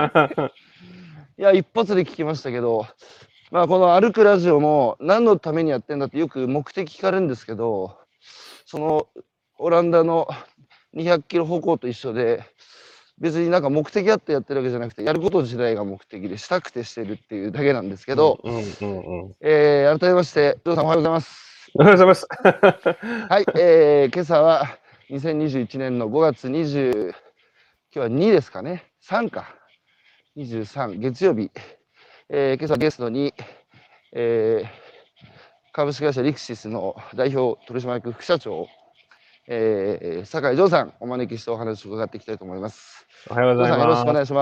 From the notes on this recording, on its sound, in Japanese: 歩きながら1時間、対談する